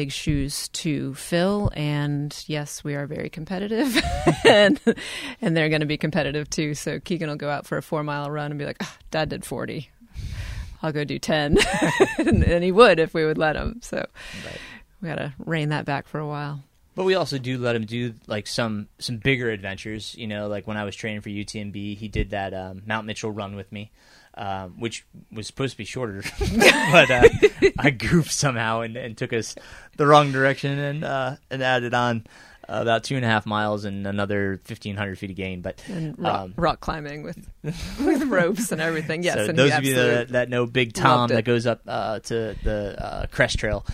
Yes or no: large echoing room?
no